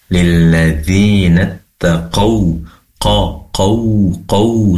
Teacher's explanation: Ketika membaca lilladzina taqaw madha, tadi kurang dimuncungkan wawunya karena makhrot atau tempat keluarnya huruf waw itu berasal dari kedua bibir yang dimajukan, dimonyongkan. Maka dimonyongkan sehingga menjadi bacanya لِلَّذِينَ اتَّقَوْ قَوْ seperti itu ya.